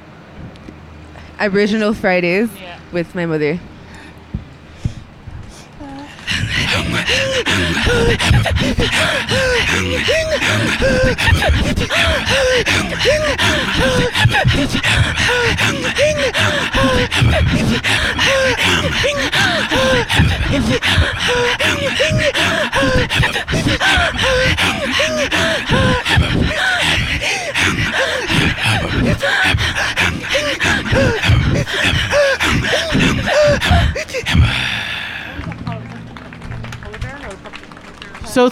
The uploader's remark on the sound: Live at Cabot Square.